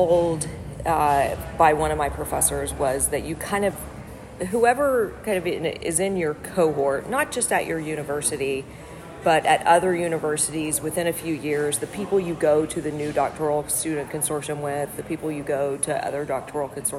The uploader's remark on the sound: Recorded live at the 2023 Academy of Management Annual Meeting.